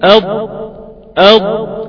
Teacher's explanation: هتلاقي الحافة مع الأضراس، الحافة اليسرى مع الأضراس. بس في لسان من الأعلى انطبق على غار الحنك الأعلى. · Term: الضاد